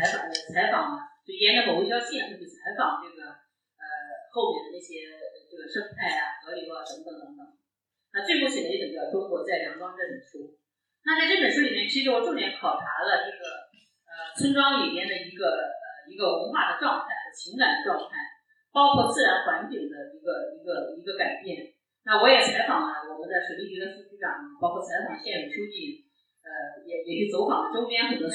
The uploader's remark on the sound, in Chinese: 现场特辑。本次节目属于现场临时录制， 音质较差请谅解。